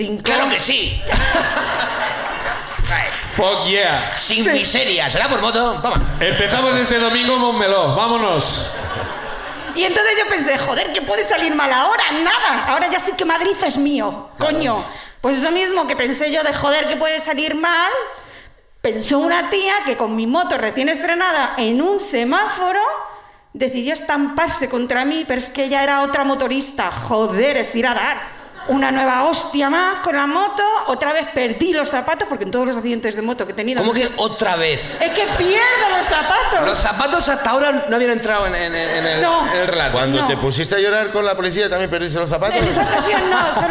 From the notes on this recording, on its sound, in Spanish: El público de Madrid también sube